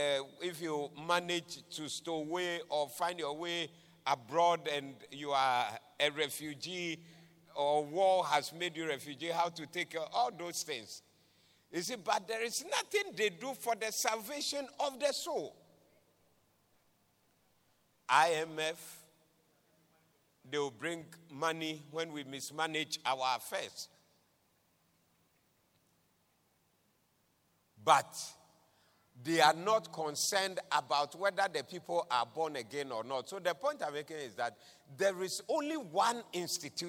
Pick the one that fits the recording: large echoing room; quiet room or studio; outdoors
large echoing room